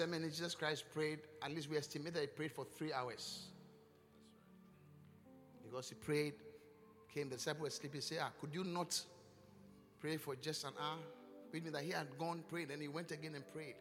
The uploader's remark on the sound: Encounter Service. Preached at the Qodesh.